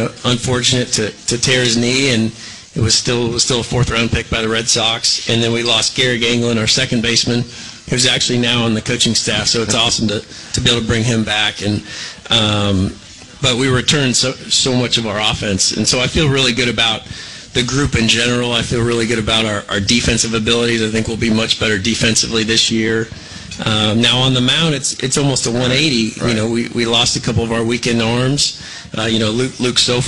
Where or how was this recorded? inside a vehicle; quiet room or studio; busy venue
busy venue